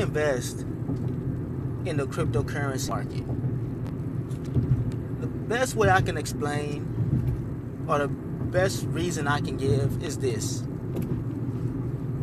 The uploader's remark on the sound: while driving through the city